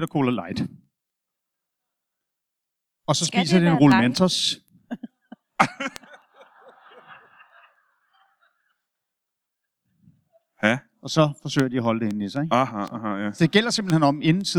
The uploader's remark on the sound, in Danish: LIVE fra Esbjerg